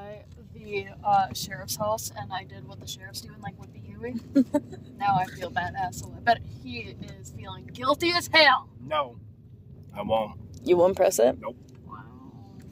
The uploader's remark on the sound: ON THE ROAD. After some technical difficulties, we're in the car!! We drive to some of the most interesting places in a town of 1,151 people.